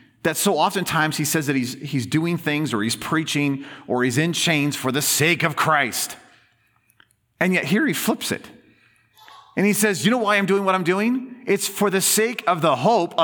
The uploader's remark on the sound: In this special bonus episode, recorded as a Sunday sermon.